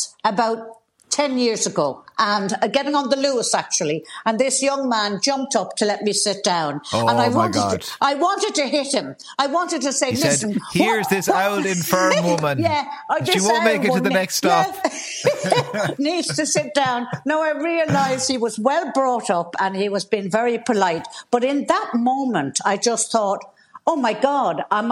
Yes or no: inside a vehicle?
no